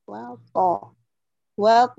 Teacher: انتبهي لكمال تفخيم الطاء. وط وط نعم ليس طاء، لا تعملي إتمام، وطا مفتوحة وطا.